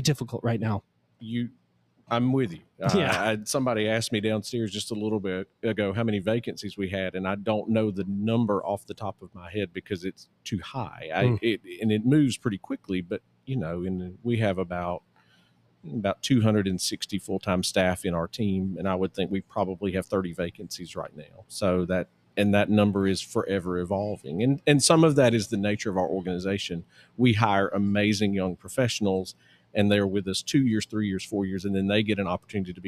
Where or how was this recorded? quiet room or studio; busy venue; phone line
busy venue